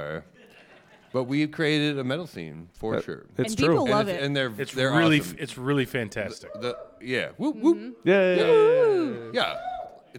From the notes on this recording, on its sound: Recorded LIVE in front of an audience inside the Spirit Room at the Mabel Tainter Theatre.